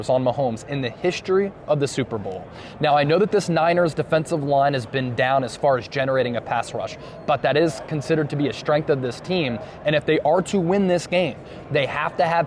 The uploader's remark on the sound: live from Radio Row in Las Vegas